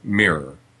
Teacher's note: what's very common in strongly rhotic speech is to have it all sort of collapse into one ball of rhoticity and have mirror.